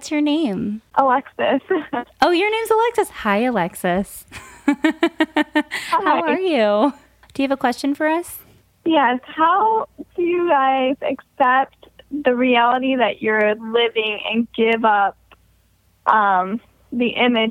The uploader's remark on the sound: Call-In Show